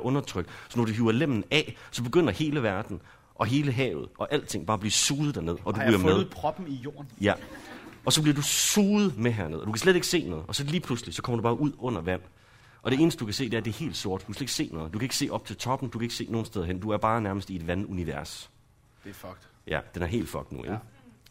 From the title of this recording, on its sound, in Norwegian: Live på Skipperlab